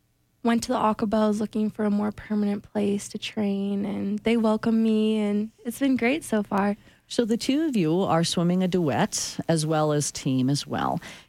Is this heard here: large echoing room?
no